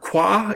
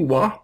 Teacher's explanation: The labiovelar qua is sometimes reduced to just W, wa, which is pretty interesting to me.